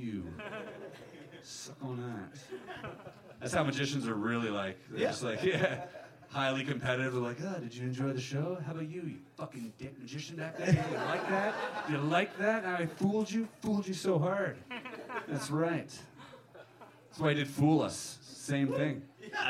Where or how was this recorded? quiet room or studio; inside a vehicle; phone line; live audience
live audience